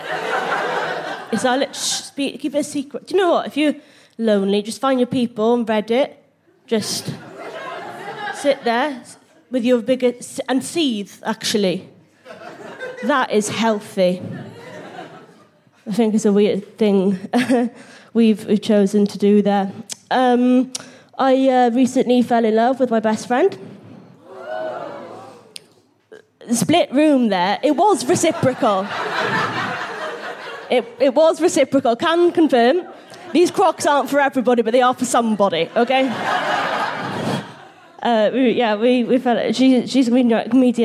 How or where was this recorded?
busy venue